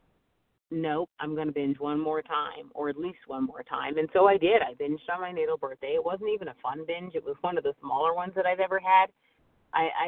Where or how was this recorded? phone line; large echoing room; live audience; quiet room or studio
phone line